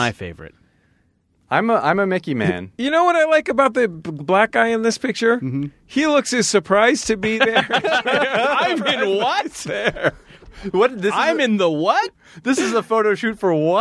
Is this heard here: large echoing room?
no